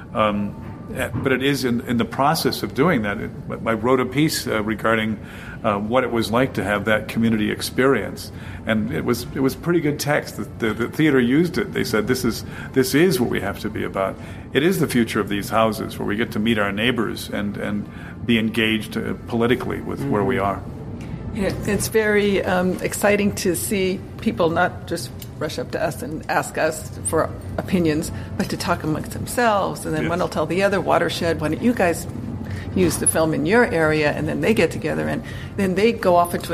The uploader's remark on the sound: Interviews at the International Wildlife Film Festival. Instead of one expert interview we have a series of interviews with a wide variety...